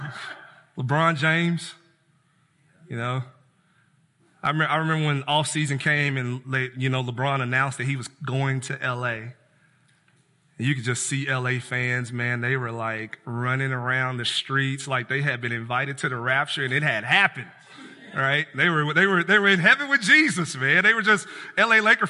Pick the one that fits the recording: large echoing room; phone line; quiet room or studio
large echoing room